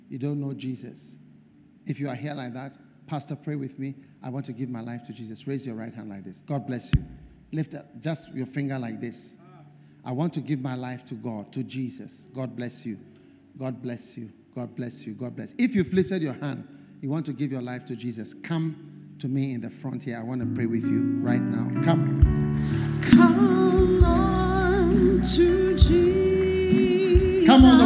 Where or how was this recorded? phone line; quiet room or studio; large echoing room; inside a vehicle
large echoing room